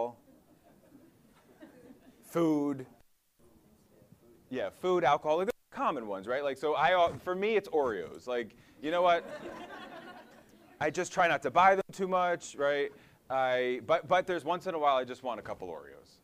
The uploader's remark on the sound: audio from a symposium presentation he delivered at the 2019 RWJBarnabas Health Summer Athletic Training Personal Development Symposium